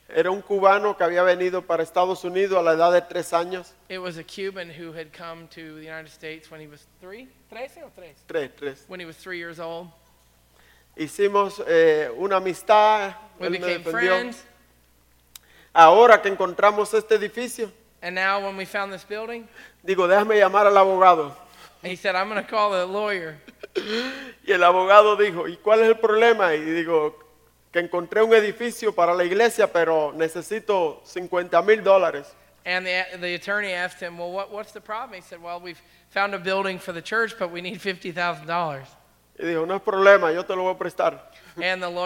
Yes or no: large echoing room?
yes